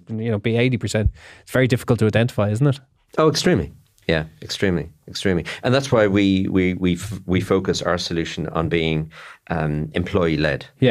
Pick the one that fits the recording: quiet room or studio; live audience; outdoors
quiet room or studio